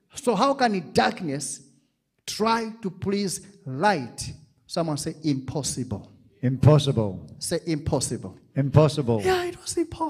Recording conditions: live audience